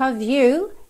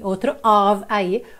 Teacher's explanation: esse OF sempre com som de OV · Term: OF com som de OV